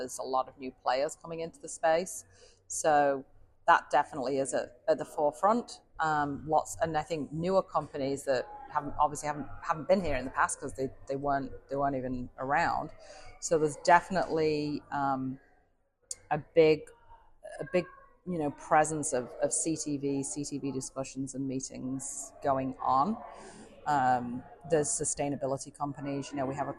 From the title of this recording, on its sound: Live in Cannes Lions Festival 2023